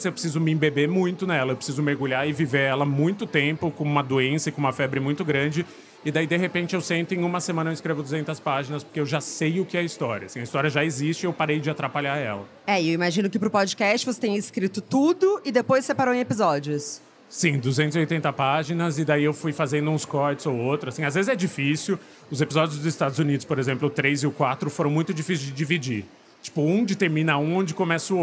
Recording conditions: busy venue